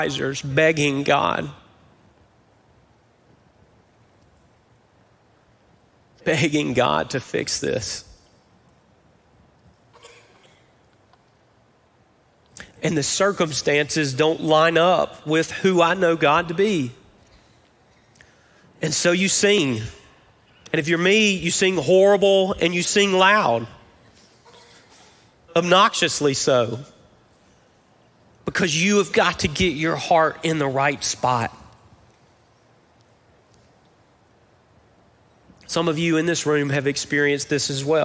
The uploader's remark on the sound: Recorded live at Brookwood Church on 08.06.23.